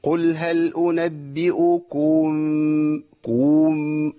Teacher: الخطا الثاني ان انا اعمل مط للحركه اللي قبل الميم